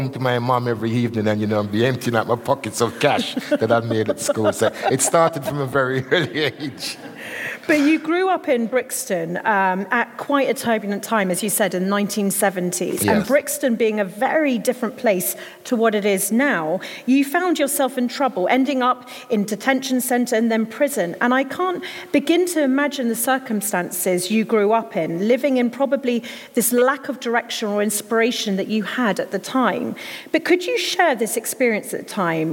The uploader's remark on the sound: This episode was recorded in front of a live audience in Bristol for the second date on our live tour of Conversations of Inspiration.